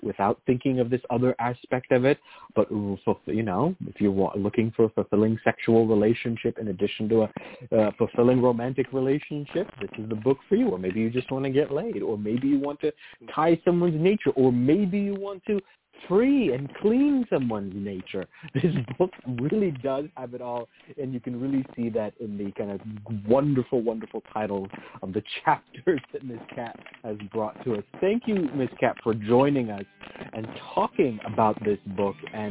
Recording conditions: phone line